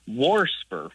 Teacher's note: warsper, with an extra R thrown in there · Term: R insertion